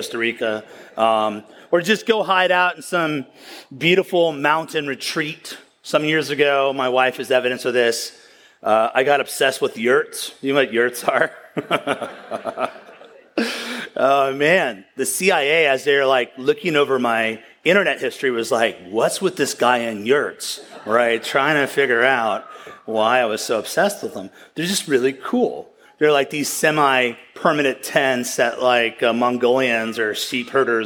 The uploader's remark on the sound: at the County Before Country Conference 2023